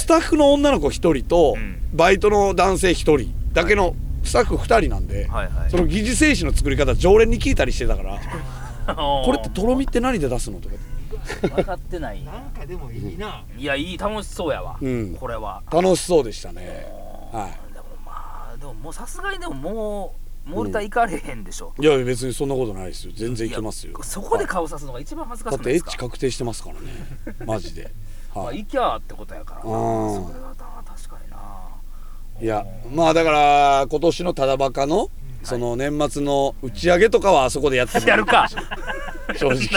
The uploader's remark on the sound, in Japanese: 調査のあと、錦糸町の街を歩きながら収録したトークです。